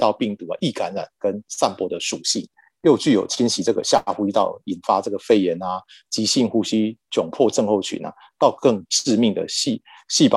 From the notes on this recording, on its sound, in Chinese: 本集節目採用 Zoom 遠端錄音，非專業設備，錄音品質欠佳敬請見諒！